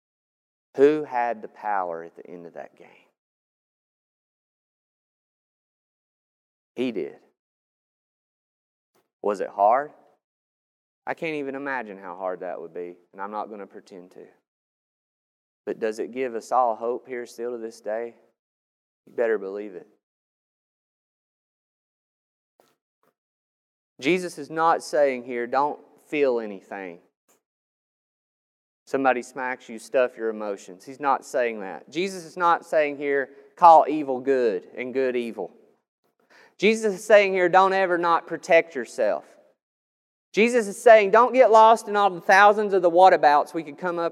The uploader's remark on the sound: This sermon was recorded on May 9th, 2021 at Matthew's Table Church in Cleveland, TN